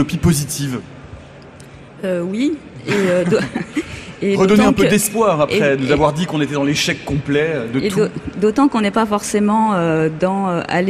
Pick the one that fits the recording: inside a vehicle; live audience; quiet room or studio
live audience